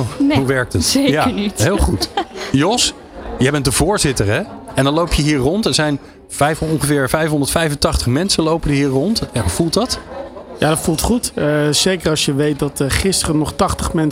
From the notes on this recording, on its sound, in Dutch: New Business Radio deed live-verslag vanaf C-day23 in Spant! Vond C-day23 plaats in Theater Spant! Deed gedurende de dag op verschillende momenten live-verslag van dit event.